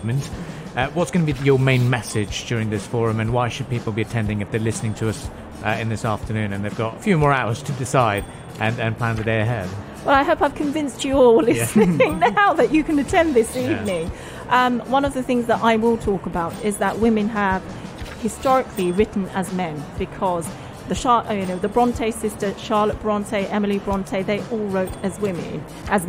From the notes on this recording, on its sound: Pulse 95 Live from Sharjah Book Fair. During the live broadcast from the Sharjah International Book Fair.